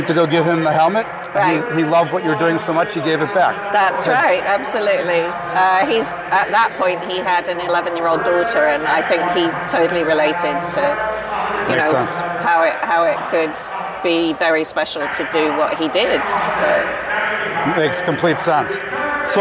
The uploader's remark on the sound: Live at the Mecum Motorcycle Auction in Las Vegas, Nevada.